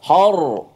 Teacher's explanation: Yang tebal datang daripada dalam. Suara kita dalam ni, dekat pangkal lidah kita terangkat ke atas. · Bahagian pangkal kita terangkat ke atas, suara kita menghala ke atas. · Term: ra tu tebal